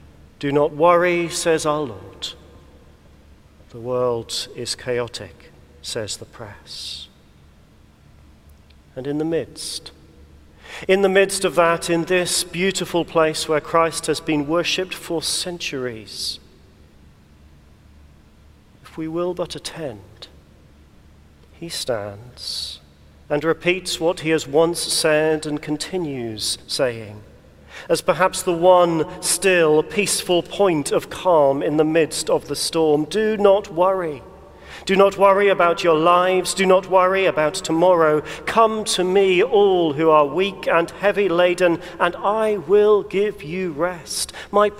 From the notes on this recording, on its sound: recorded at the Crozier Service in Chester Cathedral